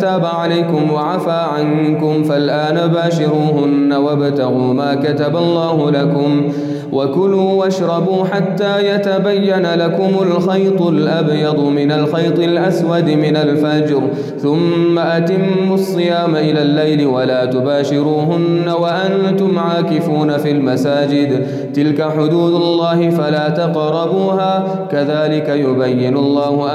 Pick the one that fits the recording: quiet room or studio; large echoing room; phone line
large echoing room